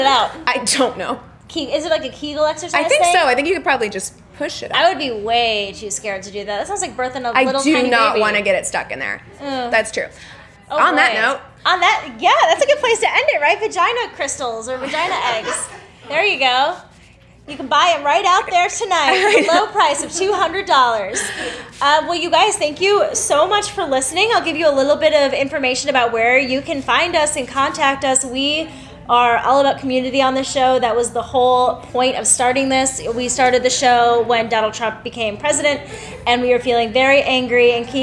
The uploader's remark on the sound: LIVE at Flowers Magic Meditation